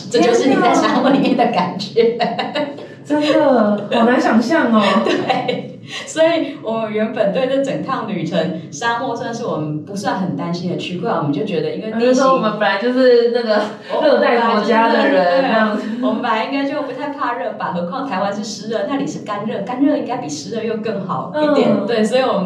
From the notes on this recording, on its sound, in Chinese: 收音見諒。小編還跟新設備不熟悉，有些許收音問題，煩請見諒。